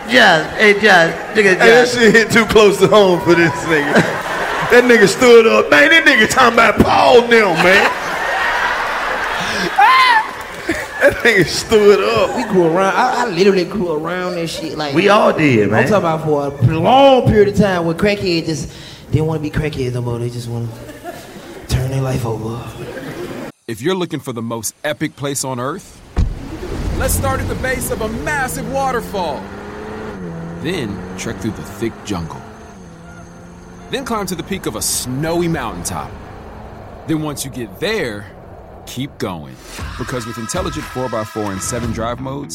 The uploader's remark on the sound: the final sold out show from The Nashville Comedy Festival